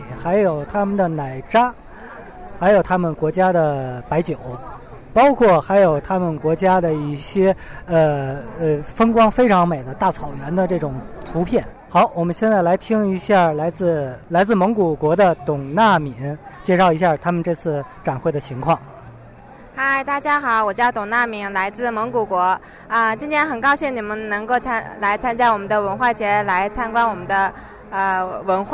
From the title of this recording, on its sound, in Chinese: 2014北京科技大学文化节现场报道